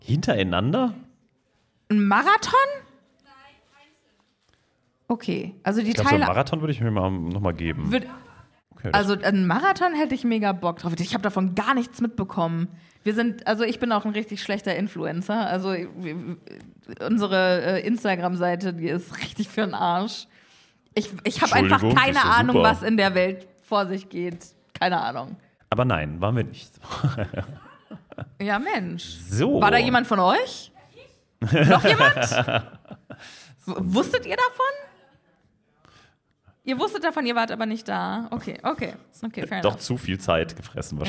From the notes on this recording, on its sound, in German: LIVE IN BERLIN. Der Live-Aufnahme zweiter Teil.